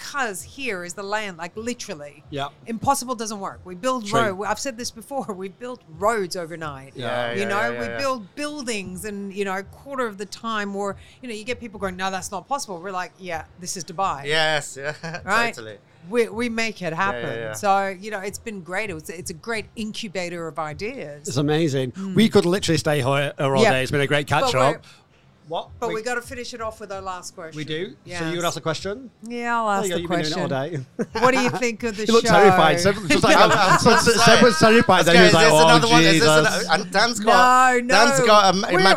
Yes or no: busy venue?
yes